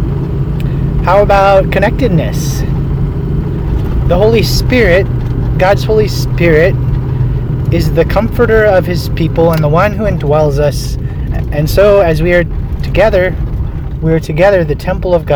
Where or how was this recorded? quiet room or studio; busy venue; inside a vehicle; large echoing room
inside a vehicle